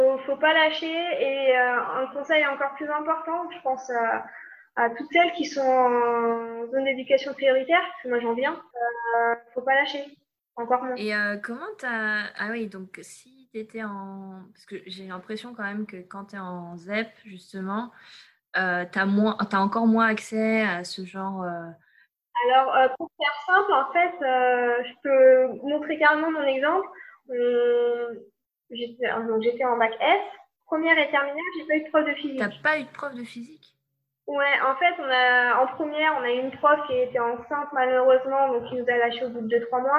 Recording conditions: poor sound quality